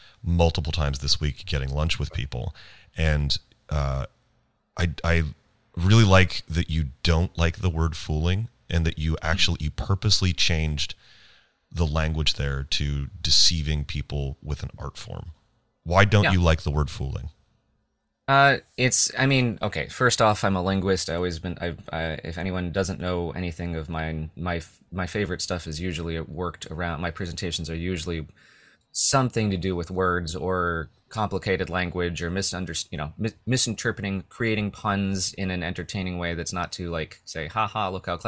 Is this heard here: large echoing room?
no